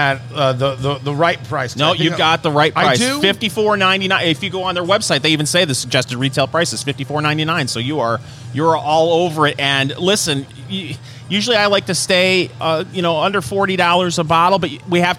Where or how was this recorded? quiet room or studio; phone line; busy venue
busy venue